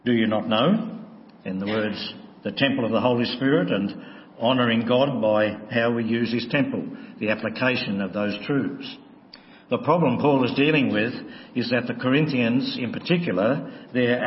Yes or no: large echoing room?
yes